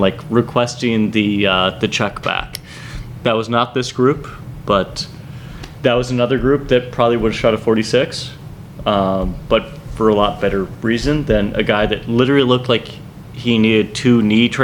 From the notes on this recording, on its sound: The podcast crew recorded live this week from the Minnesota Golf Lab in Long Lake, which is the home of Go Low Golf.